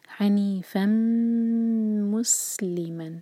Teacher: تنوین کے بعد میم ہے تو ہم نون کے ساؤنڈ کو نہیں پڑھیں گے، فا کو میم سے جوڑیں گے، حنیفا اور پھر میم پر شدہ ہے تو ہم وہاں پر غنہ کریں گے، دو سیکنڈز کا ٹائم دیں گے اور پھر میم کو سین سے جوڑیں گے حنیفا مسلما.